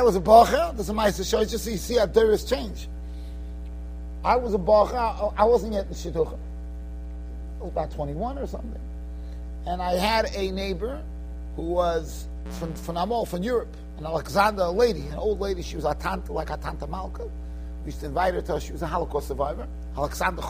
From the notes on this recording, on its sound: Shiur recorded in Yeshivas Ohr Reuven, Monsey, NY.